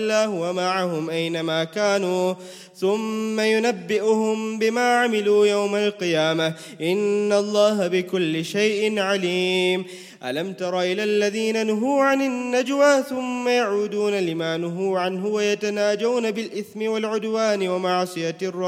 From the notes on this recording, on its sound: 27th Night Taraweeh 2018/1439 at the Houghton Masjid (West Street), Johannesburg, South Africa Ramadan 2018.